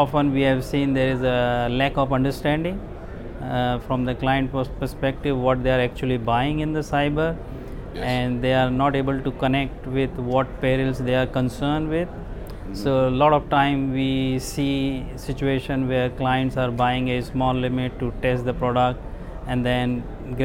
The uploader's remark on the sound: at the Singapore International Reinsurance Conference